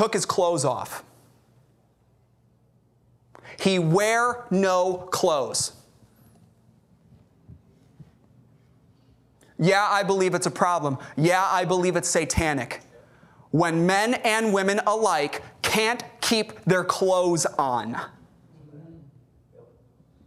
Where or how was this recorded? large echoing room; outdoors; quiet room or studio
large echoing room